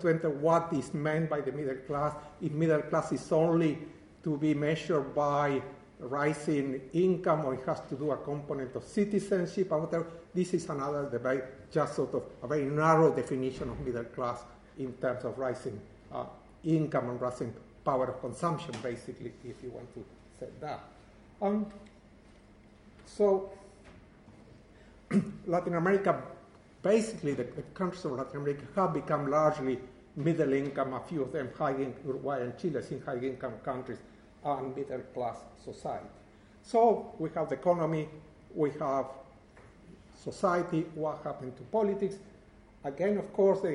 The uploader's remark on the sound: This is the closing lecture to the First UCL Americas International Post-graduate Conference. Organized by UCL Americas Research Network.